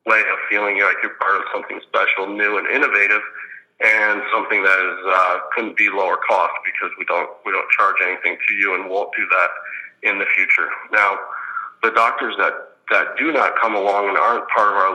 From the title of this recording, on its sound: Conference Call